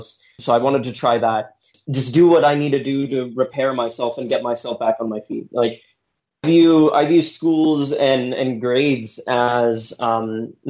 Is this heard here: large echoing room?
no